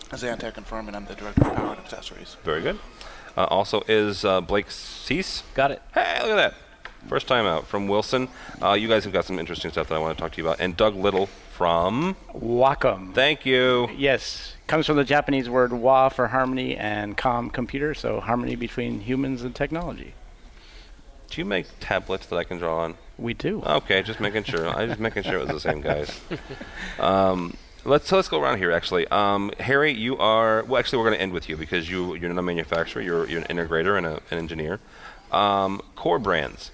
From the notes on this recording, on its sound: our conversation from the InfoComm 2013 floor (well, close enough tot the floor)